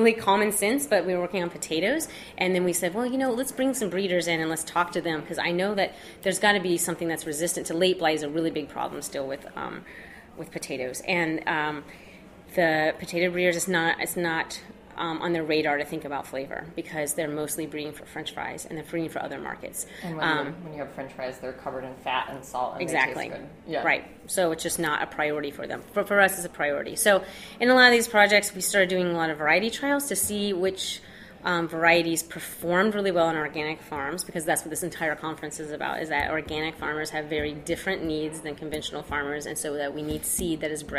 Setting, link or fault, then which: setting, busy venue